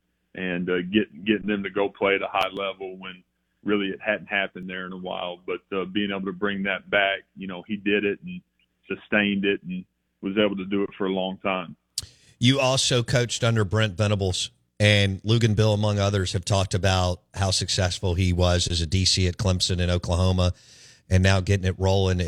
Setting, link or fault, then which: link, phone line